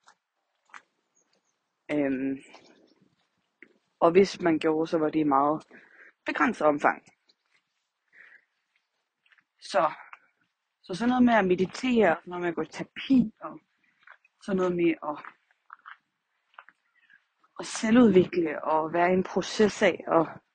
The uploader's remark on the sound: Walk & Talk. I dagens afsnit er jeg ude og gå en tur og tager jer med!